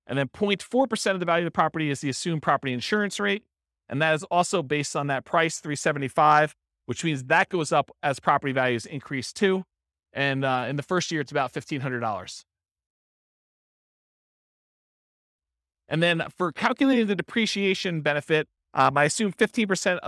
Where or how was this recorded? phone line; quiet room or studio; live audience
live audience